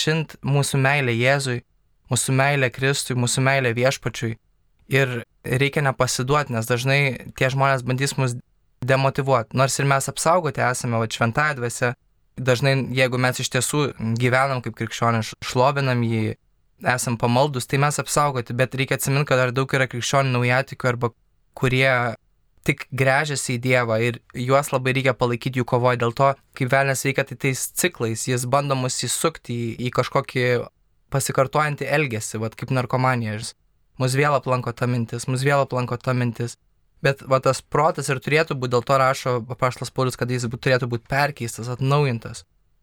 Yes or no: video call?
no